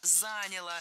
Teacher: Нет, плохо, потому что не заняло, а заняло. Ударение не ставим на окончание ни в коем случае.